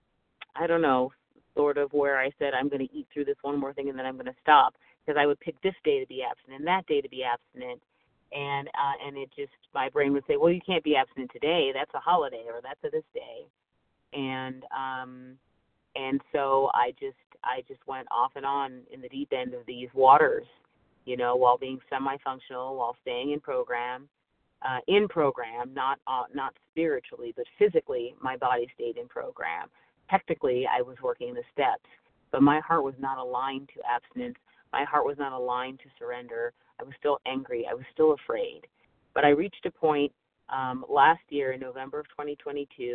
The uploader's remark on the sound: 100 Pounders Phone Meeting